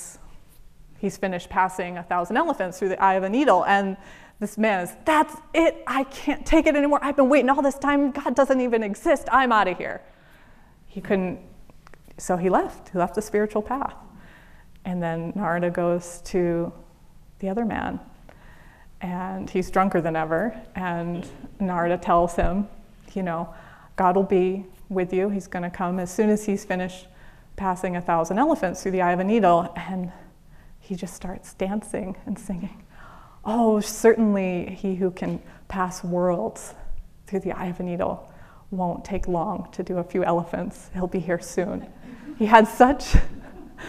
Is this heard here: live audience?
yes